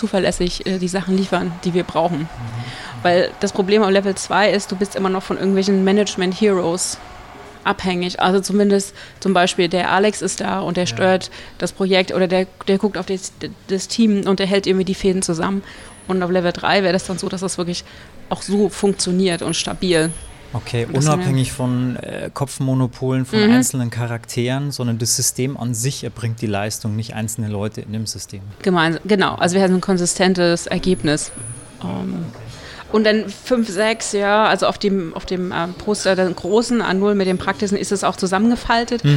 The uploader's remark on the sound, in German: Auf der Agile-Lean International Conference 2019 in Frankfurt.